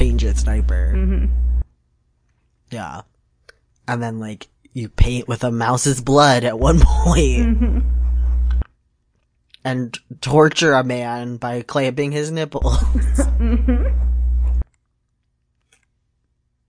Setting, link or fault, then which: fault, poor sound quality